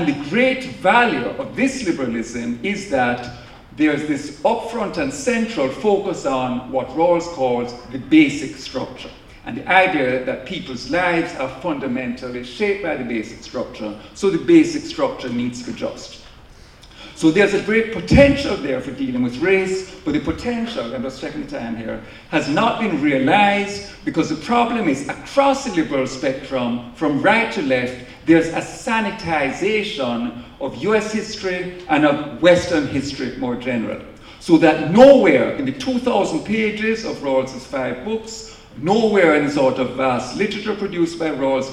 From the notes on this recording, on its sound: In this lecture from The Night of Philosophy in 2019 on October 06 at 01:00 am at the New School for Social Research in New York City